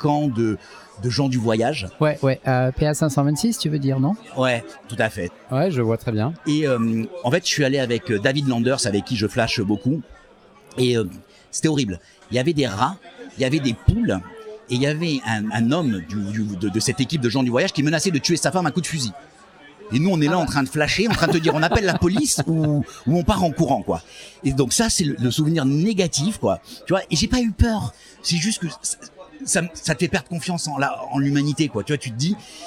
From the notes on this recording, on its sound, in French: Des centaines de flasheurs se sont retrouvés pour une après-midi incroyable. Cet épisode a été enregistré en live dans le bar, à l’épicentre de l’événement. Bruitages de l’application FlashInvaders.